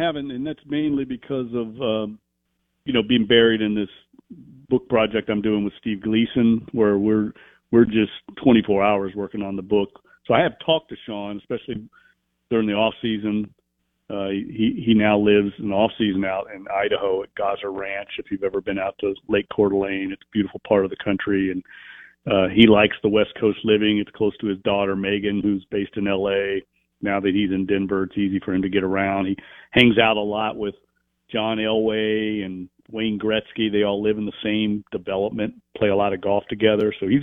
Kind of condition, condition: link, phone line